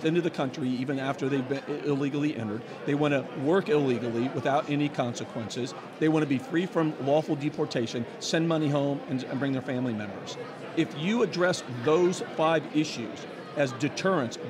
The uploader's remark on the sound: join the show from the Conservative Political Action Conference